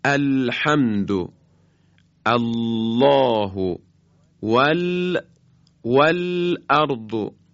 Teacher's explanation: حرف لام از اتصال نوک زبان با مرز بین لثه بالا و گودی سقف دهان هست